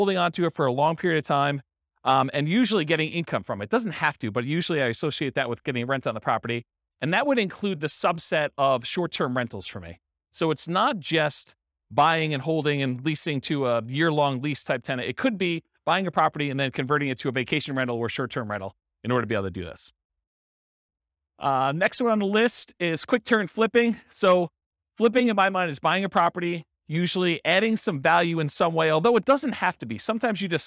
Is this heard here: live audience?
yes